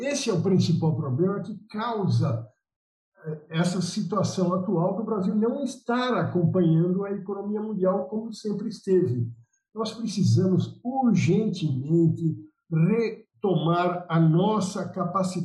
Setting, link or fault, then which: link, video call